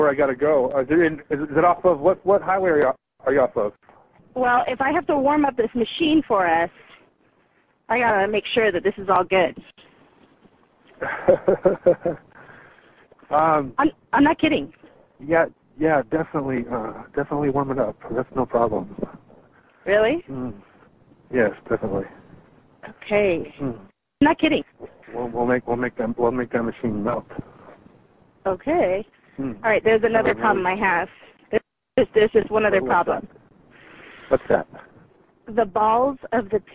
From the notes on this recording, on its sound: Prank Phone Calls